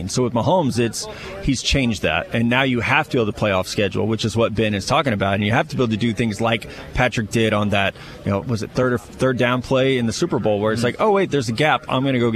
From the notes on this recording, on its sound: Live from the NFL Combine in Indianapolis. He's got several guests sit down with him.